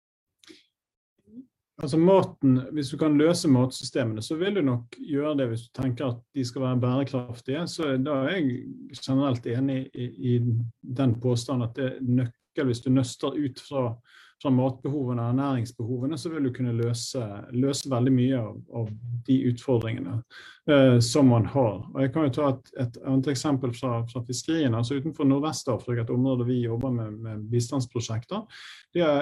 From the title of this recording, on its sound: Live Zoom